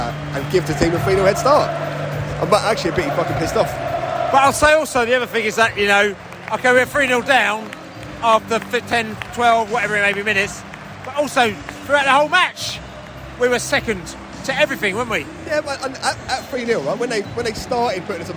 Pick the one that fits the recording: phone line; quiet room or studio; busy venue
busy venue